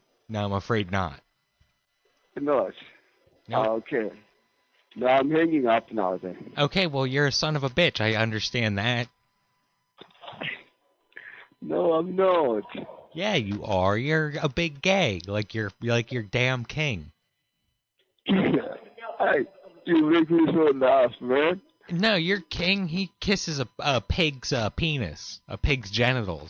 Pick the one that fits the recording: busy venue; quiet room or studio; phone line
phone line